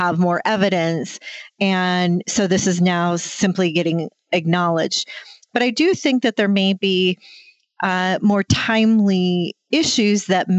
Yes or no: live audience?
no